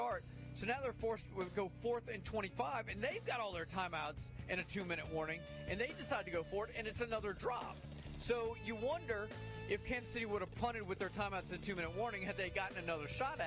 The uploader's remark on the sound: LIVE from the campus of Vigor High School!